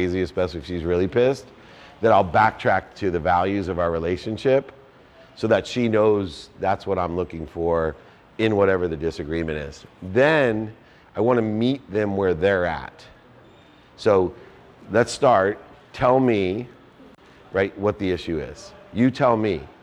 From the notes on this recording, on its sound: In this episode, I hosted a Q&A meetup with my community in Chicago.